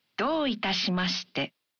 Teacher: When you say, どういたしまして? You say the vowel, お in ど, one beat longer.